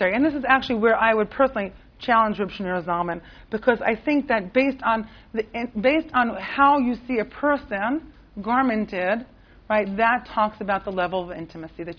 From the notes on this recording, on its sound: This audio was originally recorded on 06/22/2009 as part of Drisha's June Seminar.